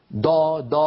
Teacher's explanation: مهما حاول أن يفخم لن يخرج معه ضاد، بل ستخرج معه دال مفخمة، وليس في لغة العربي دال مفخمة، الدال في لغة العربي مرققة.